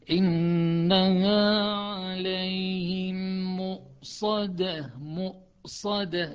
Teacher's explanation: تحاول تجنب القلقلة للهمزة